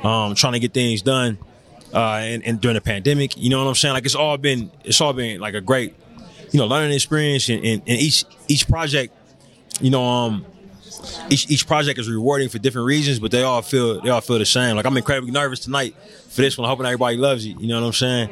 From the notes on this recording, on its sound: Underrated Red Carpet LIVE From Sundance.